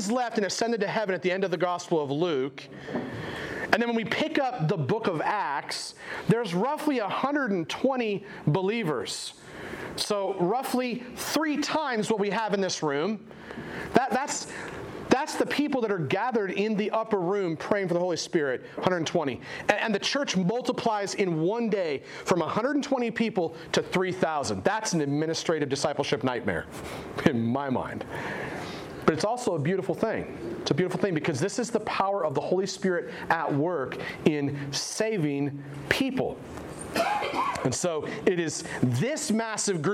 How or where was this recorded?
large echoing room